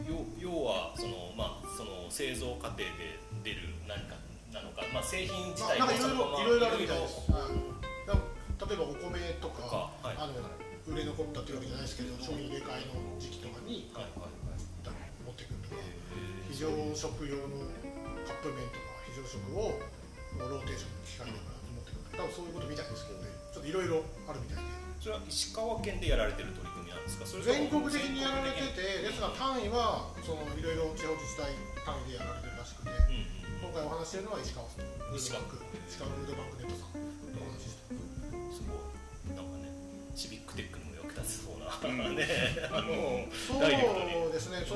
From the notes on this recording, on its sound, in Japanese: 出張収録シリーズでCODE for GIFUの夏合宿にお邪魔してます。下呂温泉のコワーキングスペースでどんなことをやっているのか聞いてみますよ。